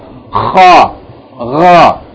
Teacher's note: And then the top of the throat is Ghain and Kha. They're from the throat, but they're from the top of the throat, close to the mouth.